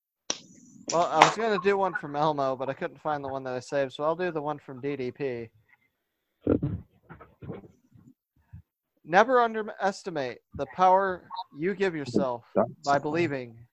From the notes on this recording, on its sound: Out in the woods in the Wisconsin Dells and the Henplex Studio unavailable. With poor audio, signals cutting out, and no real agenda.